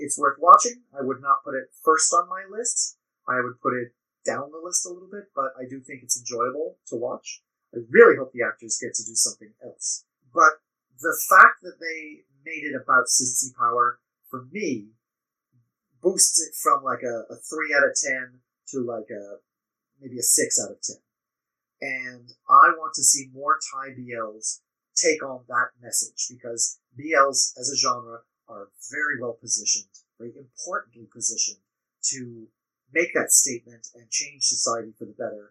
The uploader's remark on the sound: We apologize for the audio issues. This will be the last episode we record using CleanFeed.